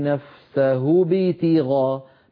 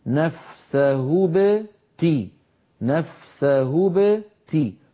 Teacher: أما الباء فتخرج ساكنة من غير كسر · Shown in: second take